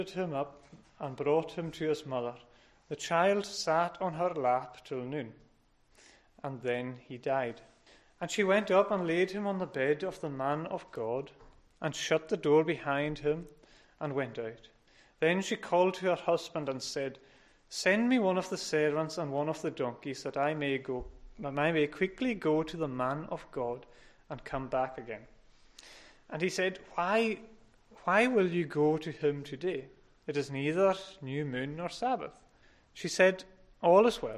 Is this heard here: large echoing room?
yes